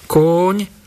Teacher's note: namiesto dvojhlásky UO je tu dlhé O